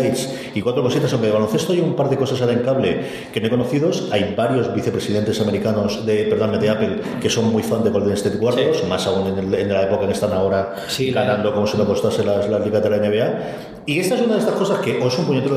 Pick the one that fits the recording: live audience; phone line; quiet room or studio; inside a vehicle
live audience